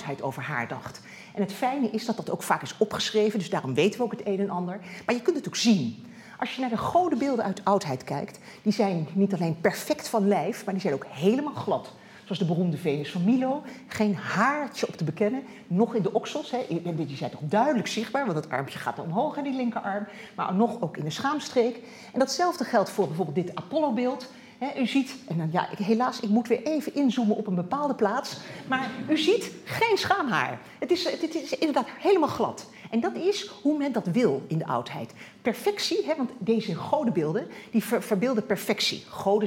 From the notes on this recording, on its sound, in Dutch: Deze lezing werd opgenomen in Museum Catharijneconvent. Is georganiseerd in het kader van de tentoonstelling Body language.